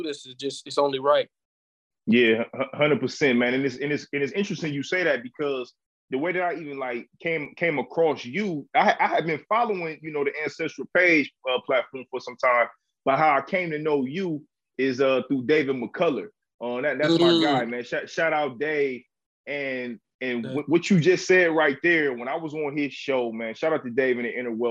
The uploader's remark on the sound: we met virtually